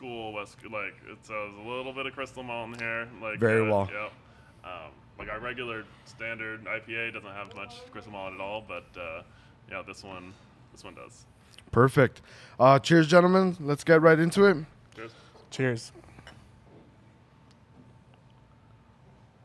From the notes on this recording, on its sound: We are proudly recording out of Las Vegas' own Scenic Brewing Company.